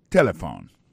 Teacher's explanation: vous prononcez ou appuyez plus sous premier syllabe là · Term: l'accent tonique